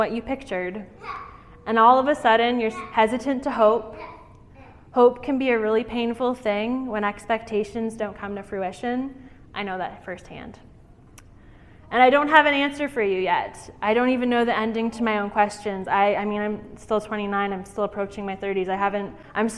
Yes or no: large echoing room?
yes